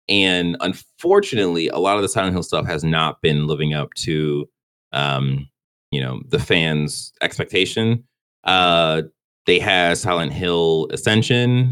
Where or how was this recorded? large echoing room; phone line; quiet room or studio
quiet room or studio